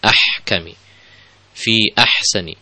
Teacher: perhatikan huruf ha, ya ini ha-nya jangan sampai menjadi kho ya.